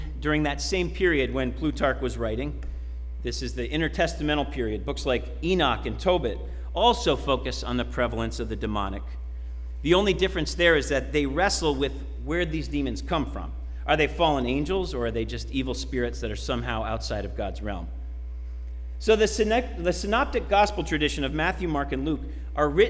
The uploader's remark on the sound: Sermon preached at RCHP on September 26, 2021.